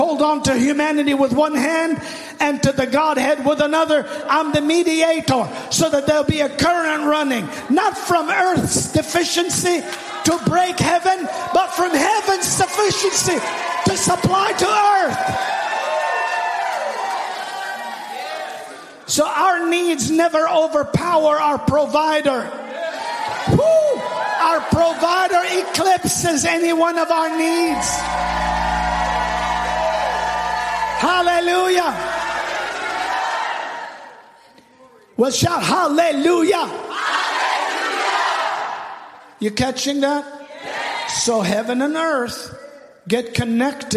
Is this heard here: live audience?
yes